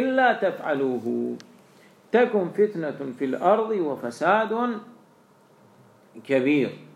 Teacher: إلا تفعلوه، طبعا إلا في الكتابة القرآنية إلا بالإدغام، إدغام النون في اللام إلا، يعني في الواقع ما هو في الواقع إن لا، إن لا أدغمت النون في اللام صارت ماذا إلا